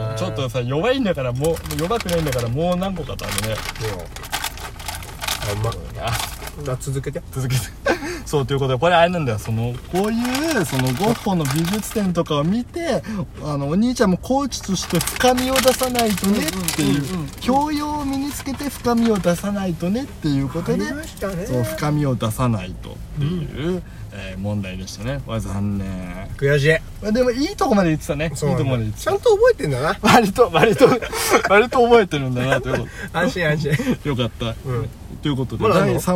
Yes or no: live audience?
no